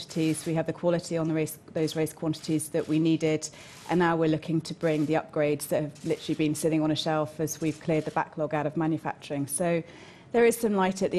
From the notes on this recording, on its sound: Baku Friday Team Principals Press Conference